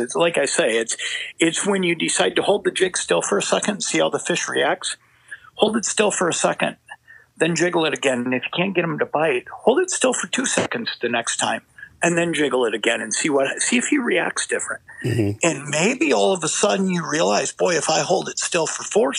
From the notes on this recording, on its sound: We are also joined in studio by guest host. Joins over the phone from quarantine jail.